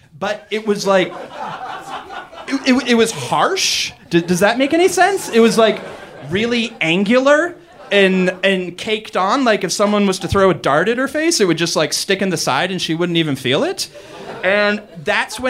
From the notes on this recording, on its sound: Live from MaxFunCon! Share stories at Lake Arrowhead for our parent network's weekend-long fanjets, MaxFunCon!